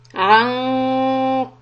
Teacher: the noon ikhfa is followed by letter qaf. Raise the back part of the tongue to make it heavy.